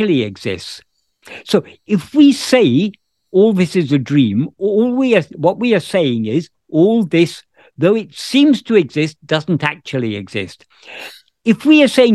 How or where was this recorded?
video call